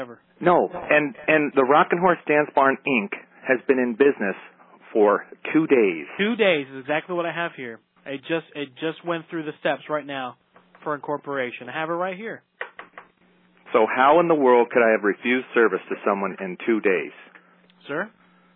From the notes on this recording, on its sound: Prank Phone Calls